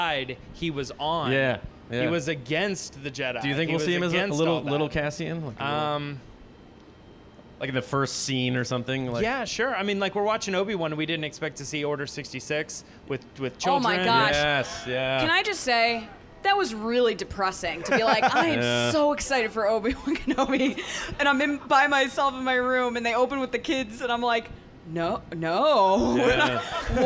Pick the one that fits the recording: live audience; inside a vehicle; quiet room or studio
live audience